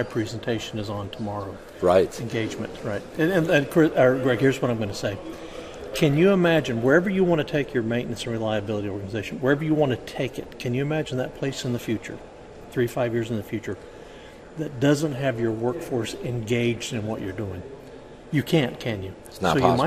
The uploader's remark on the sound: From Reliable Plant Conference 2023